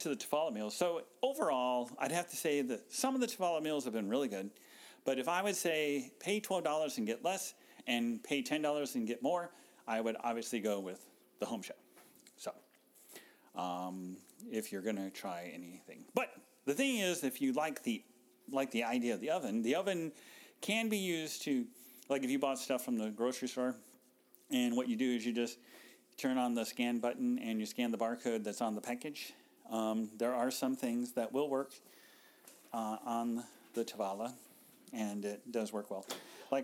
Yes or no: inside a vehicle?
no